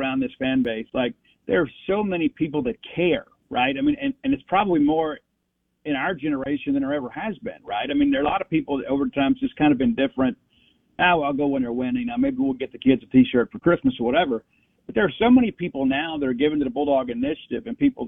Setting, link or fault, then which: link, phone line